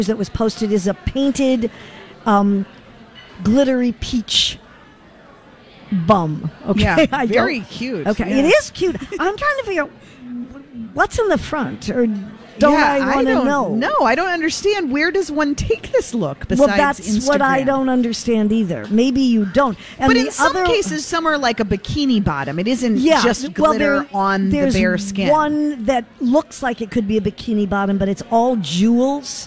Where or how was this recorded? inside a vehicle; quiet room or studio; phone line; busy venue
busy venue